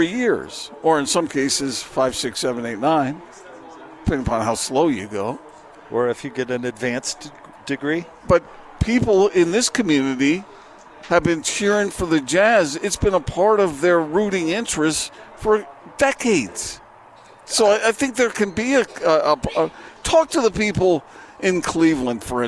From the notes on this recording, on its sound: LIVE at Supply Link in Bountiful